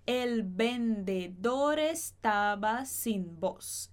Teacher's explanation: A gente vai pronunciar esse Z como se fosse um S.